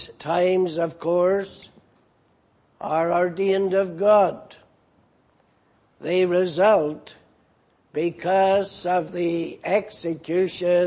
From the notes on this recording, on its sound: Preached in Grafton. At the Lord's Day Morning service on 12th August, 2018.